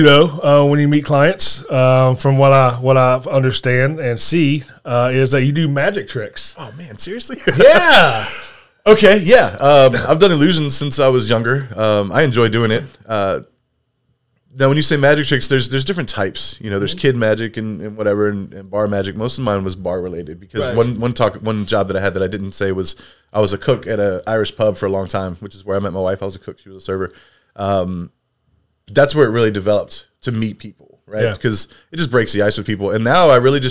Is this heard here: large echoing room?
no